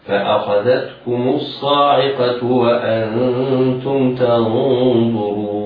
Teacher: الوجه الثالث: القصر بمقدار حركتين هكذا: فأخذتكم الصاعقة وأنتم تنظرون.